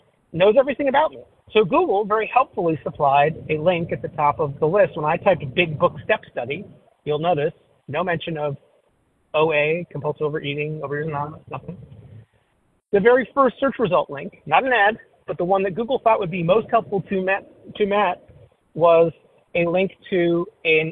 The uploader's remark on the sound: 100 Pounders Phone Meeting, 2/8/23